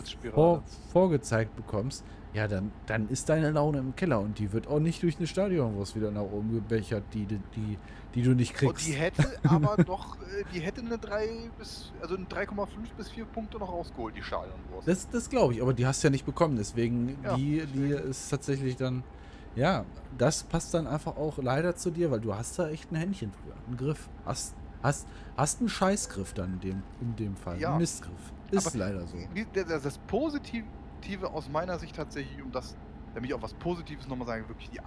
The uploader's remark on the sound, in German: In Diesem Podcast sind immer wieder auch Nebengeräusche zu hören. Das ist Absicht.